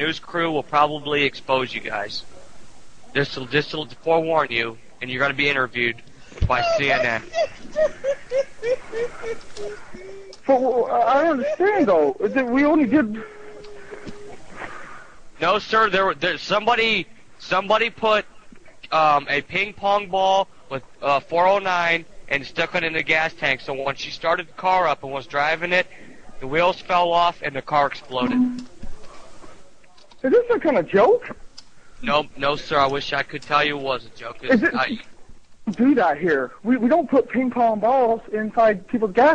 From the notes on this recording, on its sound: RBCP's Personal Prank Phone Calls Collection